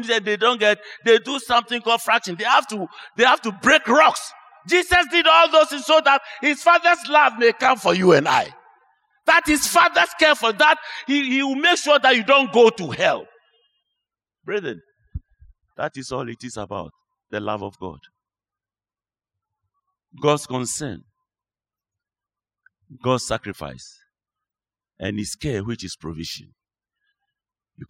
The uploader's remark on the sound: Sermon preached at CBC Shiashie Campus